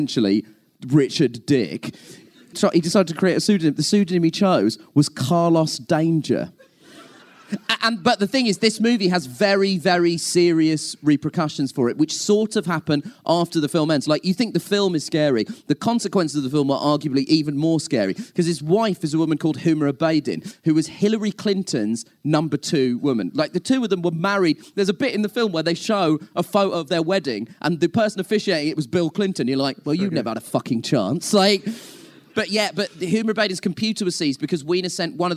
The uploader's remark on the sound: Recorded live in the plush confines of the BFI in London to a packed house. Thanks so much to the BFI crew for recording and filming the whole thing.